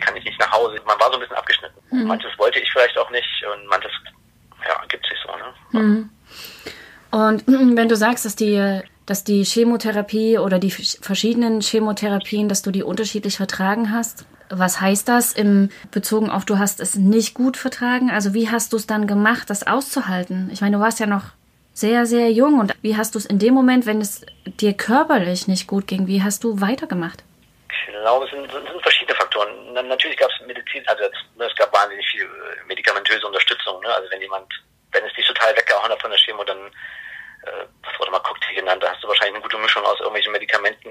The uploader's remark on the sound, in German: Das Interview ist als Telefongespräch aufgezeichnet.